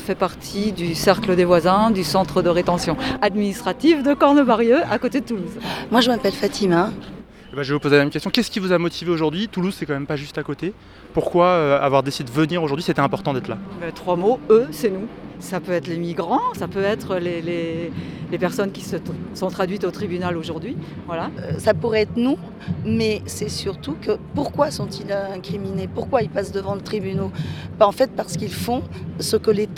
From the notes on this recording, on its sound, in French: Radio Parleur était dans la salle d'audience et devant le tribunal où s'étaient réunies plus d'un millier de personne pour soutenir les accusé.es. Reportage à Gap.